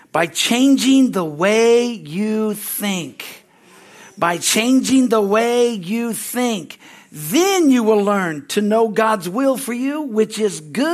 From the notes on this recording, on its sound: Sunday, January 7, 2024 at Harvest Bible Church in Stockton, CA.